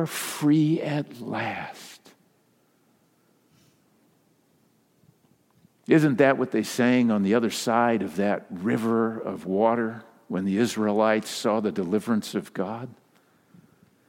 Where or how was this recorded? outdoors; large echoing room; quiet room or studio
large echoing room